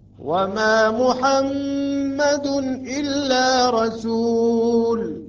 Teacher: الميم المشددة مع الغنة والمقدار على الحركتين، ولكن بعدها رسول أيضا مقدار حركتين، هنا إخفاء.